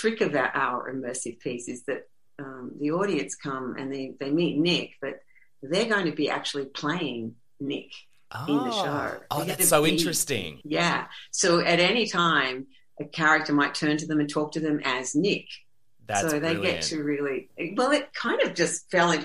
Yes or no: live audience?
no